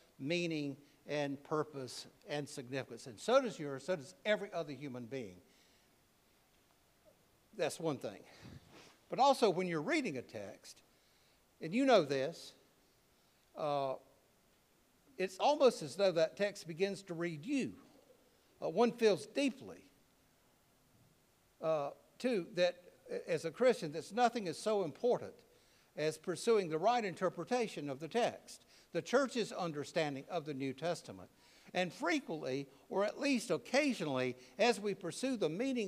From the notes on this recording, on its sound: preached at All Saints Anglican Church in Charlottesville, VA on June 11, 2023